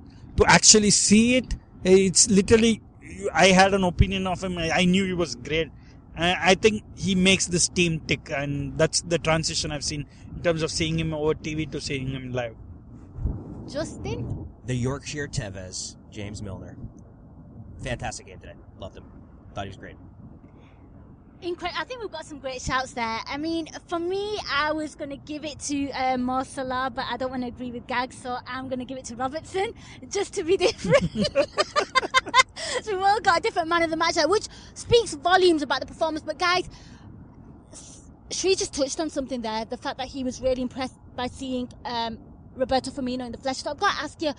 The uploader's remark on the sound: Car Pod!